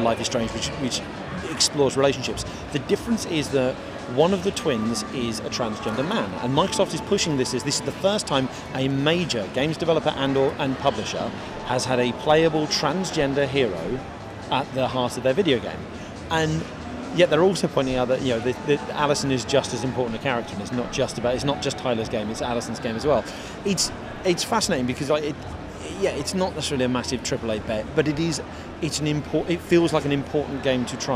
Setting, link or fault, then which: setting, busy venue